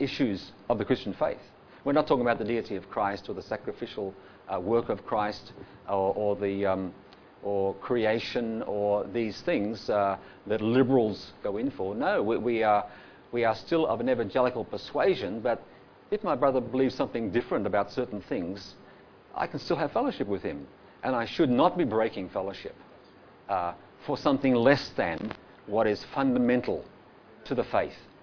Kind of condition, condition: setting, live audience